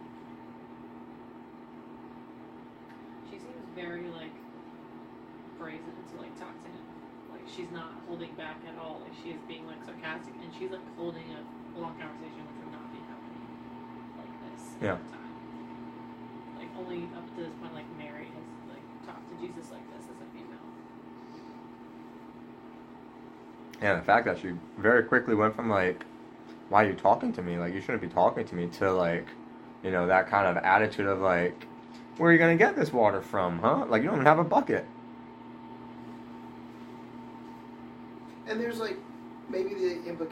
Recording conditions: poor sound quality